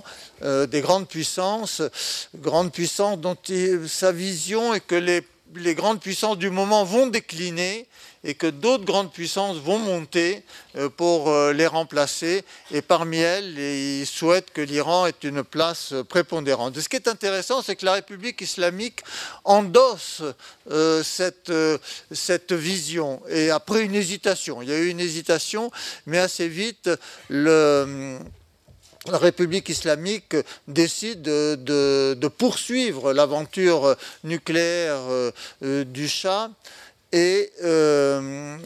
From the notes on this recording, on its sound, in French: HORS LES MURS. Extrait du colloque.